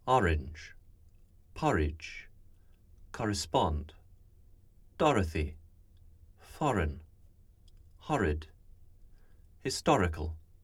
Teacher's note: the sound heard in the lexical set lot, ah, just followed by a consonant R